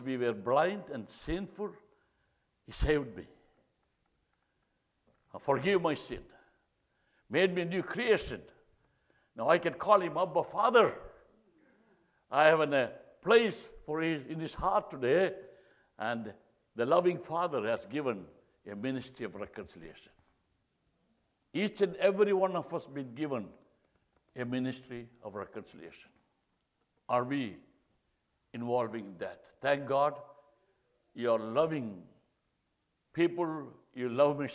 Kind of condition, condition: setting, large echoing room